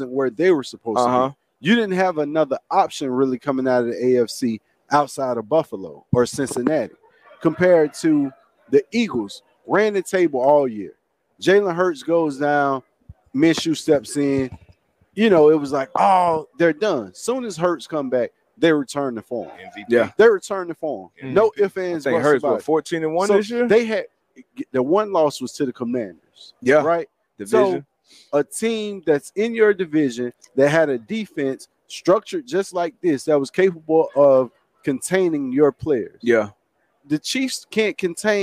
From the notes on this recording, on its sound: Live from Media Row at the Super Bowl